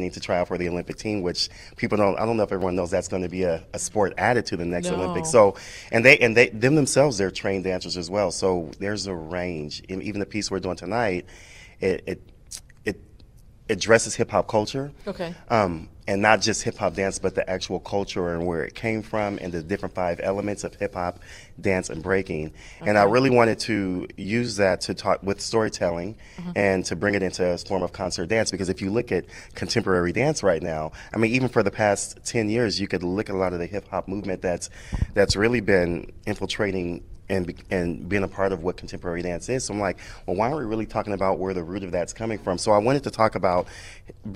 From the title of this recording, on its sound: Live at RADFest 2022!